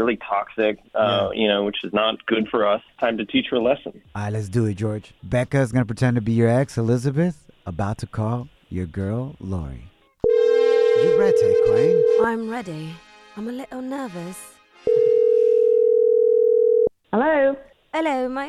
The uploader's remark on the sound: We opened up the phone lines and asked our listeners what is something they bought that got them into credit card debt!